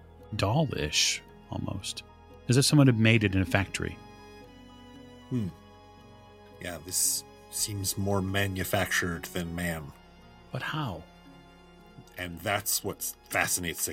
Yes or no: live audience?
no